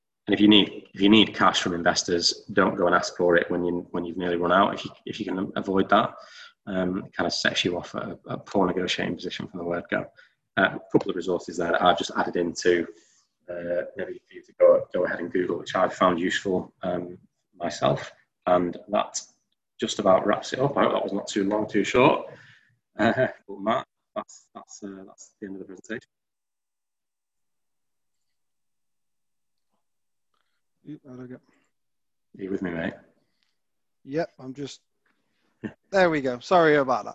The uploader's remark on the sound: TFN Webinar. An hour long webinar.